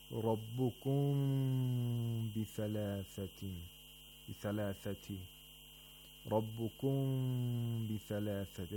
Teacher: This is so that ikhfa is applied, and at the same time, nasal sound is made for two vowel counts